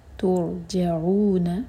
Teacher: سکون کے بعد جیم پر زور · را ساکن، را پر ہوٹ گول نہ ہوں، را ہیوی ہوگا